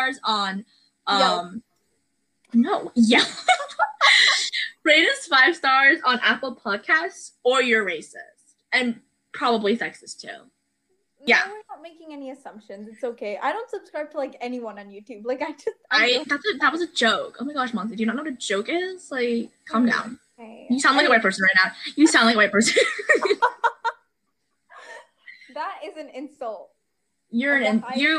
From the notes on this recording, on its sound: Please excuse the flute noises and any awkward cuts.